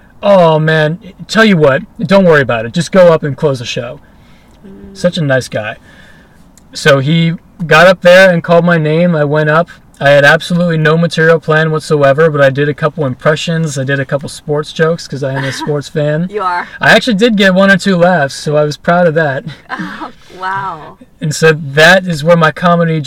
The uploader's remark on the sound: In The Car